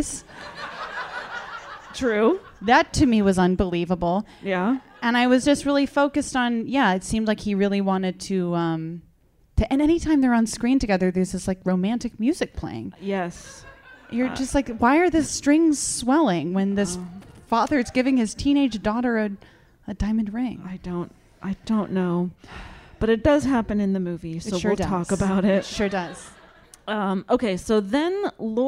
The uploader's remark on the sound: Recorded live in Portland.